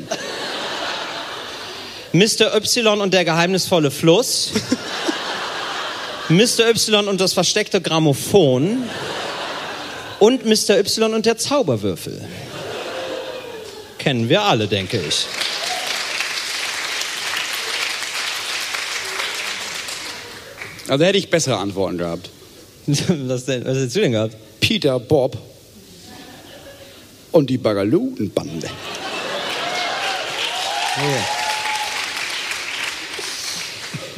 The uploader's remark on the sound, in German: live vom Podcastfestival Hamburg